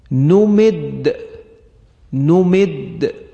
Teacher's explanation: اینجا هم باز دال موقوف علیه هست، یعنی روش وقف کردیم و همچنین مشدد هست، لذا قلقلش باید بیشتر از جایی باشه که دال در وسط کلمه قرار بگیره یا در آخر کلمه قرار گرفته ولی مشدد نیست. · Term: قلقله